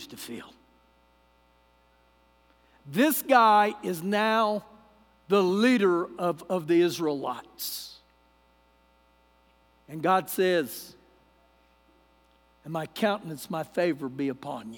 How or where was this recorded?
large echoing room